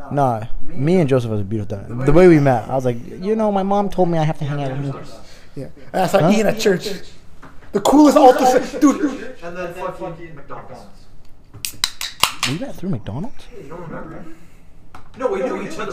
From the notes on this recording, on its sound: There was a problem with the mic, so work with us on the audio.